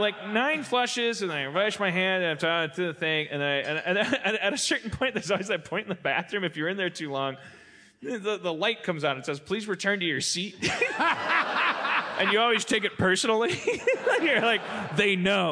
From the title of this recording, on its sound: LIVE from 92y in NYC